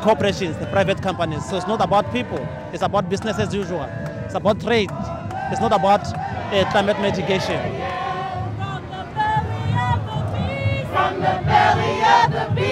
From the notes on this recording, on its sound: A mass mobilization of over 10,000 climate activists gathered near the Arc de Triomphe and marched to the Eiffel Tower. We went down to hear the sounds and meet some of the people taking part.